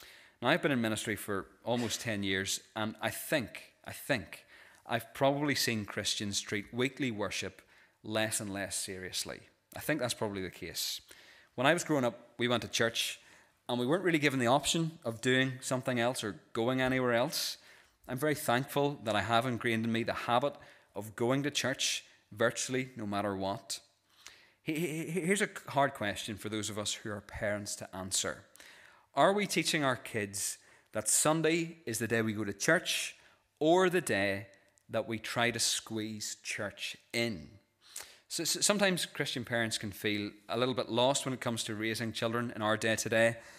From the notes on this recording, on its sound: This is the recording of the Bible reading and sermon from our evening service on Sunday 26th November 2023.